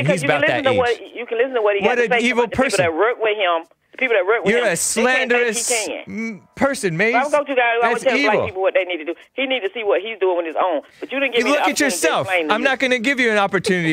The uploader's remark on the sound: A caller from Wisconsin. Live Sunday through Friday 9 AM (Los Angeles).